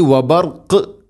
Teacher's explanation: വ ബർഖ് അവിടെ വഖഫ് ചെയ്യുമ്പോൾ ഖാഫിനെ ശരിക്കും കേൾക്കണം, ഖൽഖല ചെയ്യണം